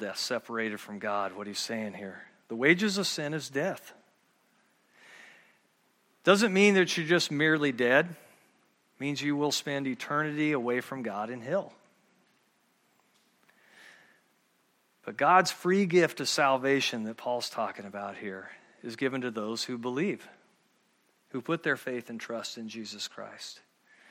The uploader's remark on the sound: at Murrieta Valley Church in Murrieta, California.